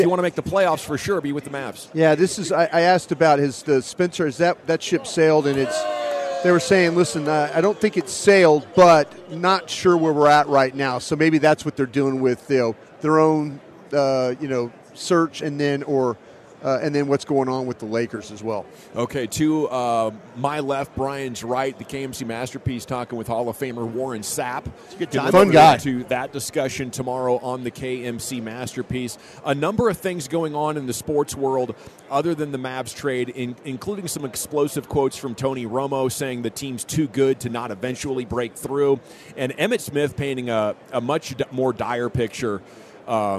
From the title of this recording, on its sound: live from Super Bowl Radio Row